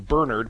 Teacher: I got into the habit of saying Bernard, putting the accent on the first syllable, because if you say Bernard, so many people immediately think of the dog rather than the church history behind it.